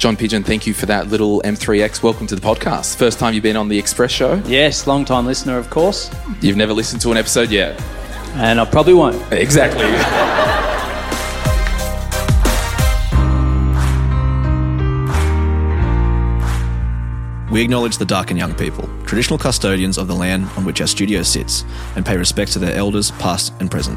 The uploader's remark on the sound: We recorded this speedy lil express ep. At our live show in Melbourne.